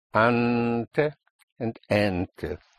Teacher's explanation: With the stress on the an or en.